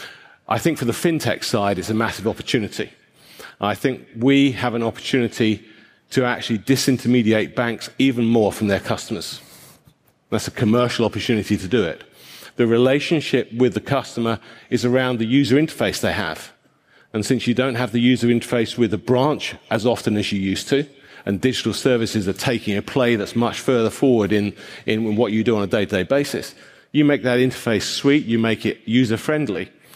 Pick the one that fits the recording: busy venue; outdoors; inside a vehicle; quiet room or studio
busy venue